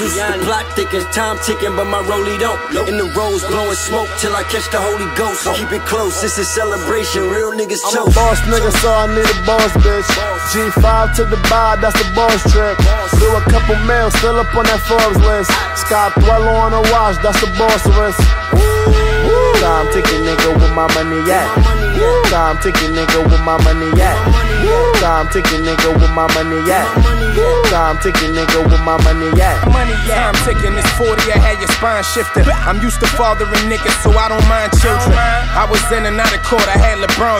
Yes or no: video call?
no